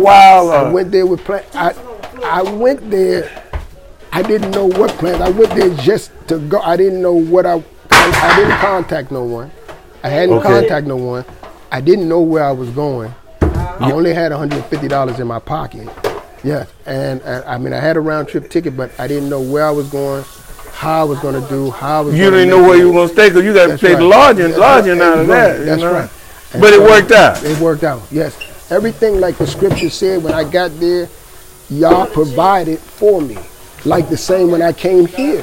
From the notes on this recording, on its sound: Interview was extemporaneously done, per background noise.